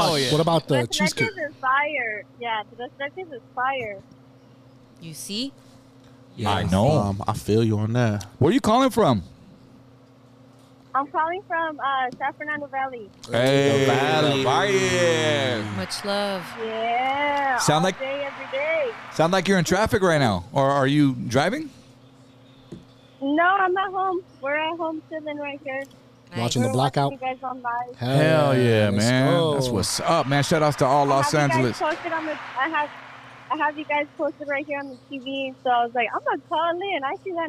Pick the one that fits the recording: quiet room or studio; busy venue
busy venue